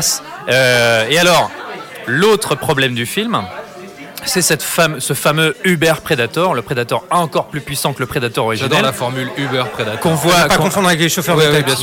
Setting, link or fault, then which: setting, busy venue